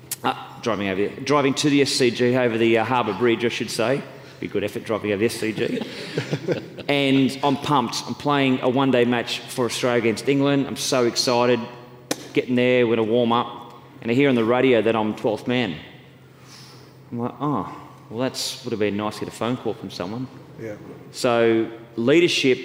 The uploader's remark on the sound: Recently Sekuro held a corporate event named Sekurokon. In front of a live audience.